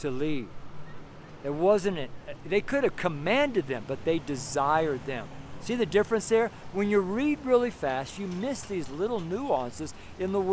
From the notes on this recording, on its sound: Street Sermon from Nederland, Colorado. It was like the first day of winter up in Nederland...